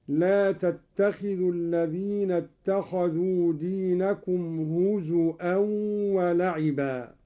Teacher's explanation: قرأ قالون بهمز الواو